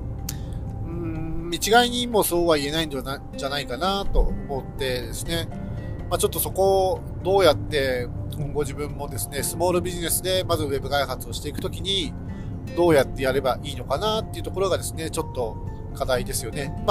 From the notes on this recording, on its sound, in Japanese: 高速道路を走行中に収録しているので、少し雑音があります。